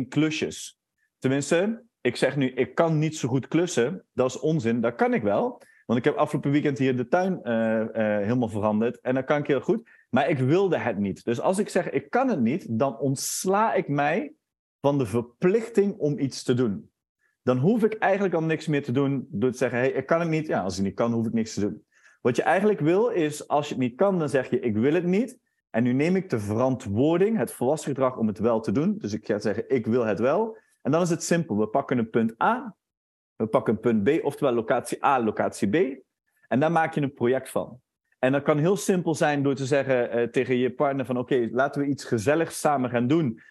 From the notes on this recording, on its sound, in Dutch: In deze webinar opname